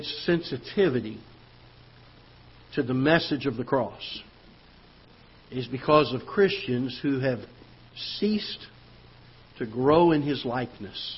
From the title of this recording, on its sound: Ketha Heights Baptist Church ~ Live Broadcast